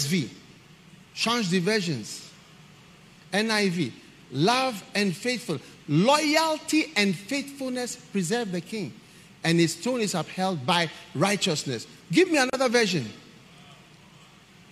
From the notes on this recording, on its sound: Preached at the Qodesh